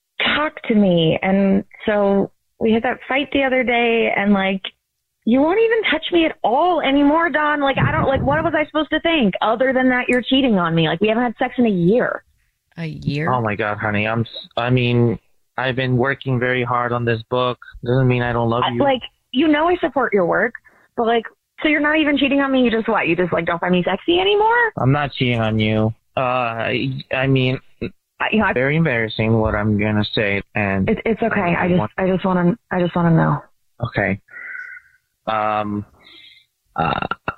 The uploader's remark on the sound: is on the phone today